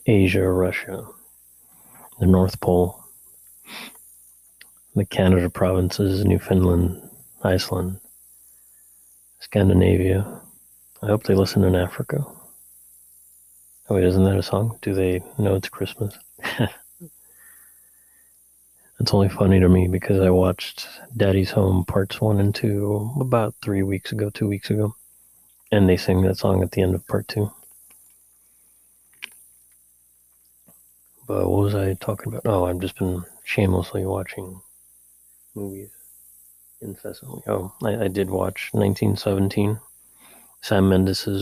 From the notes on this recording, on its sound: I have to apologize in advance for the mysterious and slight hum in the mic during the episode. The background noise is from the neighborhood.